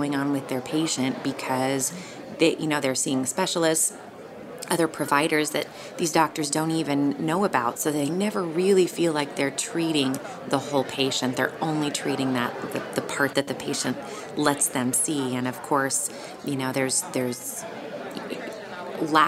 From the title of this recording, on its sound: Live from CES